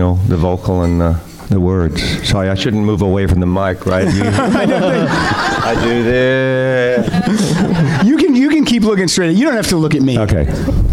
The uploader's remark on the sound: Rock Solid LIVE at SF Sketchfest. Recorded LIVE on Saturday January 20, 2018 at Cobb's Comedy Club.